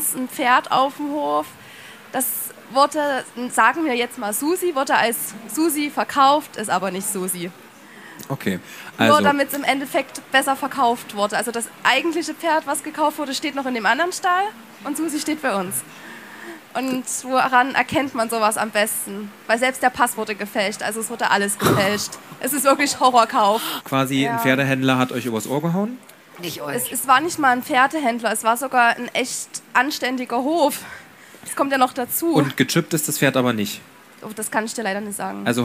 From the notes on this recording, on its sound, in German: Live Aufgezeichnet in Leipzig als erster Podcast überhaupt auf der Partner Pferd